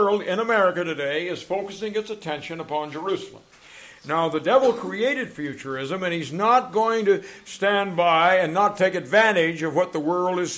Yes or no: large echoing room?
yes